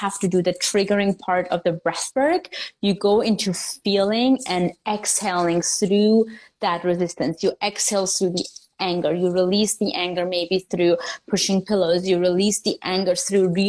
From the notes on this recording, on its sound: This episode is an IG Live turned into Podcast.